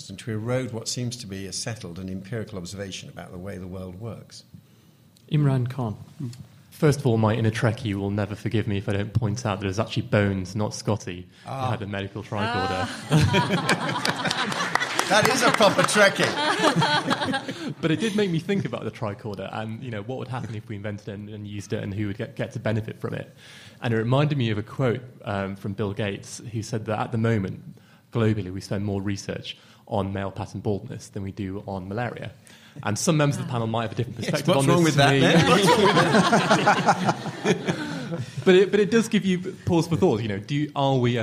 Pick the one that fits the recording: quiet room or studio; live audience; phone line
live audience